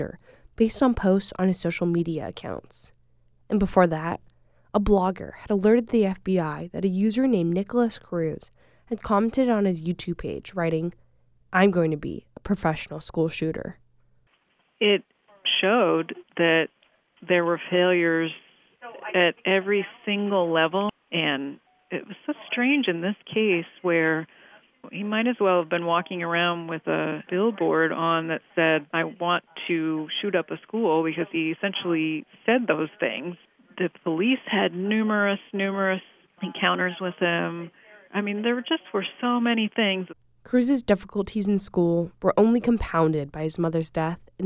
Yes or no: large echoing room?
no